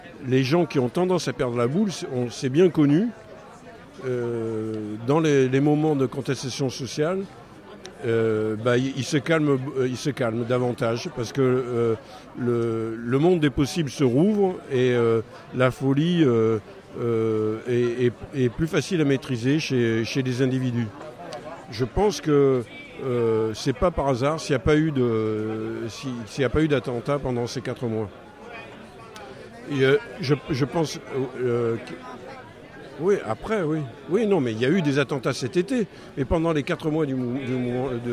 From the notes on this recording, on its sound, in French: Diffusée en direct le 15 septembre 2016 depuis la place de la République